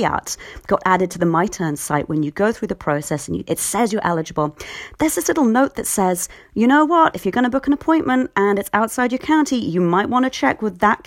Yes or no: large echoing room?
no